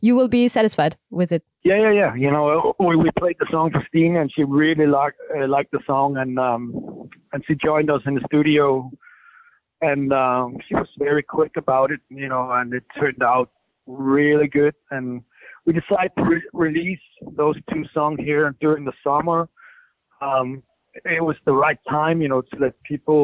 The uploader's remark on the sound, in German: Telefoninterview